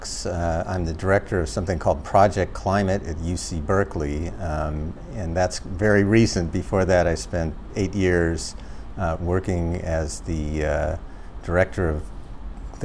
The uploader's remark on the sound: Live at the State-City Collaboration on Clean Energy Transformations